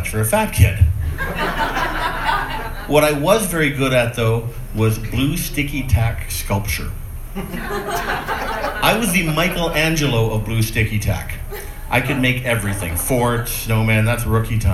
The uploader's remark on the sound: A recent set recorded at the Great Plains Comedy Festival